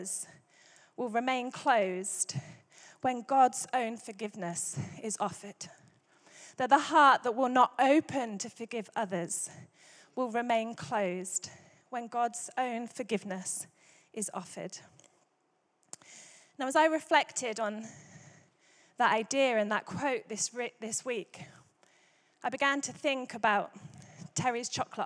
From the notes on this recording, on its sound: Recorded Live at Life Church Lancashire on Sunday 21st January 2024